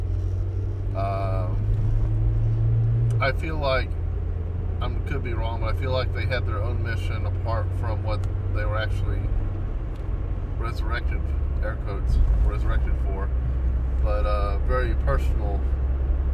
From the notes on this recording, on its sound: Jump in the car with the Irreverent Nerds as we travel to and from the theatre.